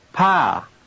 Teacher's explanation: The pitch contour on this word is high falling.